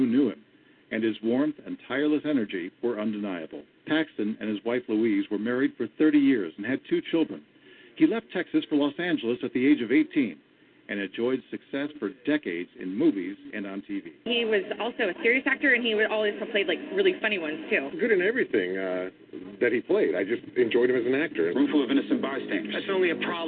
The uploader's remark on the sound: your phone calls